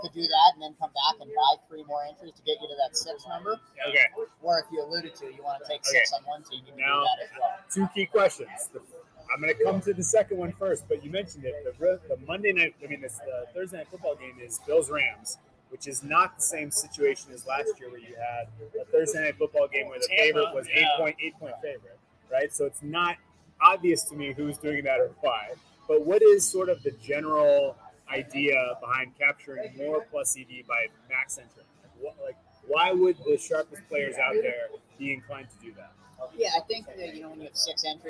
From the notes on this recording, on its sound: Are in Vegas to sign up for the Circa contest (apologies for the audio quality).